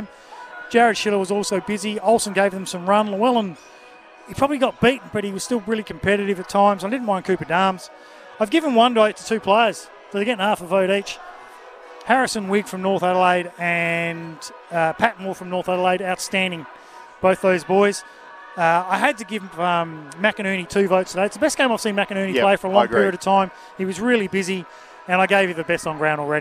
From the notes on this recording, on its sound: call the action for SEN SA live from X Convenience Oval at Elizabeth.